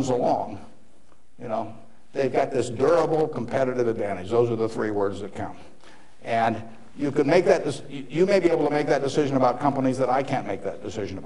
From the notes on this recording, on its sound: motivational speech at University of Nebraska